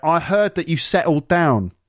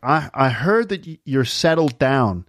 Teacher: So the R in heard is more pronounced in an American accent. · Shown in: second take · And the settled sounds like settled with a D.